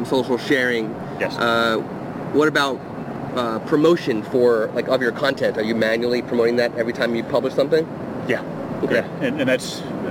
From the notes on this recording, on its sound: Live from Out of Chicago Photography Conference. This episode was recorded outside on a terrace within The Loop, so you will hear trains going by every so often.